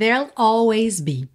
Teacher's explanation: Ele faz o there'll, que vai do R direto pro L